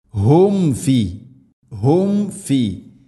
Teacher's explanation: സുക്കൂനുള്ള മീമിന് ശേഷം ഫ വന്നാൽ രണ്ട് ചുണ്ടുകൾ തമ്മിൽ തട്ടിച്ച് മീമിനെ പൂർണ്ണമാക്കണം